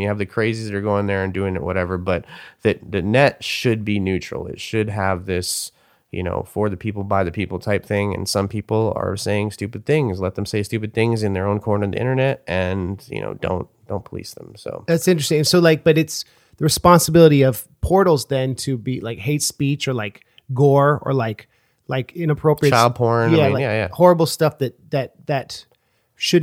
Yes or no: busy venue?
no